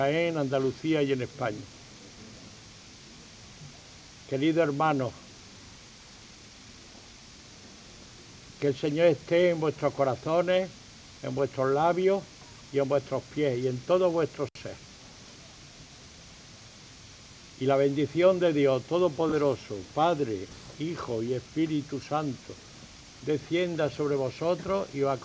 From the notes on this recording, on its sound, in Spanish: Retransmisión en directo del Domingo de Ramos en Jaén en el año 2023.